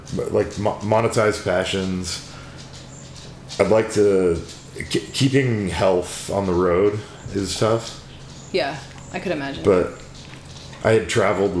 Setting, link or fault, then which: fault, sounds in the background